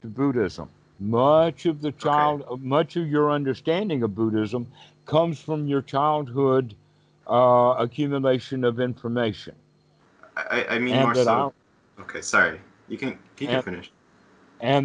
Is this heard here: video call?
yes